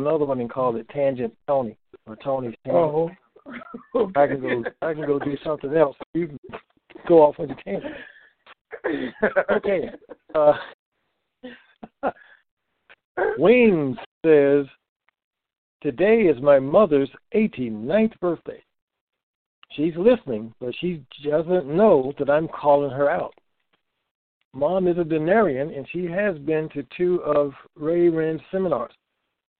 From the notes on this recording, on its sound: Conference Call